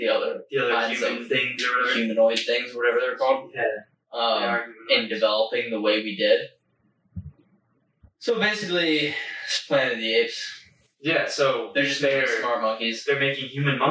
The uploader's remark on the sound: Please excuse the audio on this one as somehow the software lost our audio from the mic's and we had to go off of the camera audio.